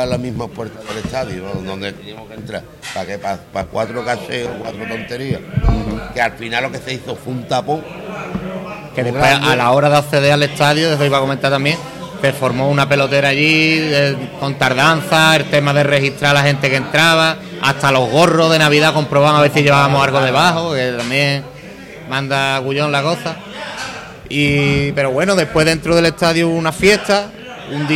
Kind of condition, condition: setting, busy venue